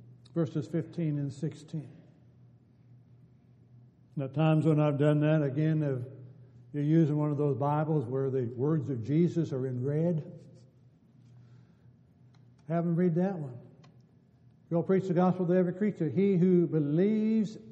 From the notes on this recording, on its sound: Downtown Church Of Christ Audio Sermon